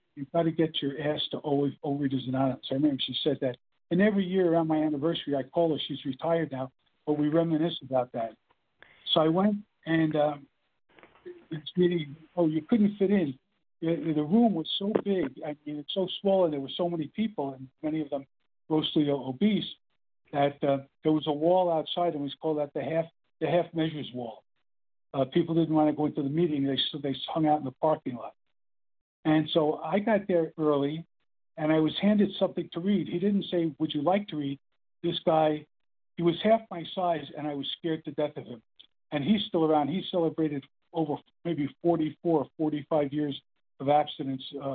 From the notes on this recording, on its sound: the 100 Pounders Phone Meeting